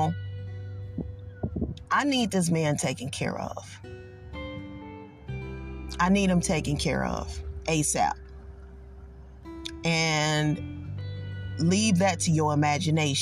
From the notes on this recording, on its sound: I was in my car and decided to pull over